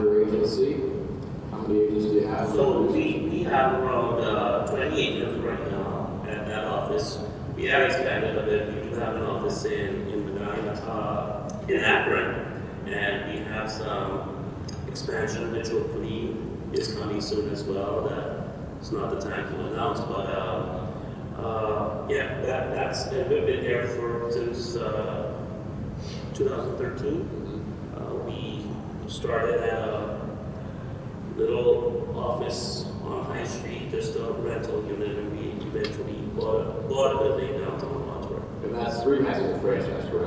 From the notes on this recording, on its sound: This installment of a cup and a conversation was recorded at a Medina County Economic Development Corporation meeting. At this meeting they held a speed podcasting session with two groups of area professionals!